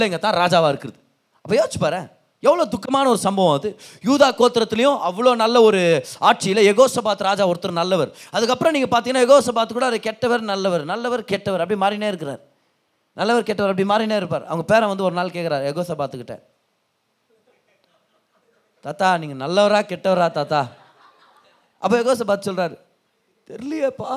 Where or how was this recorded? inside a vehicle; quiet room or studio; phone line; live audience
live audience